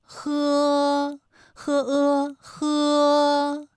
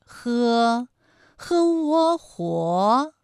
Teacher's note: 夫和呵啊，它们都是擦音